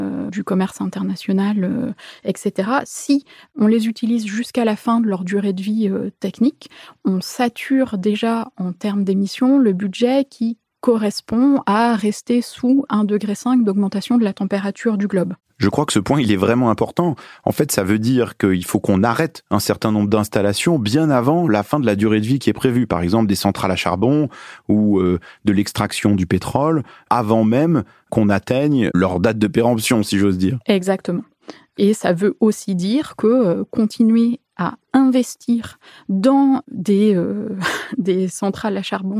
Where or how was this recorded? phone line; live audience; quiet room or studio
quiet room or studio